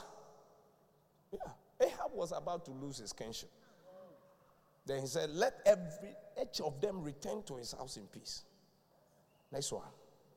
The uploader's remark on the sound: Preached at The Qodesh.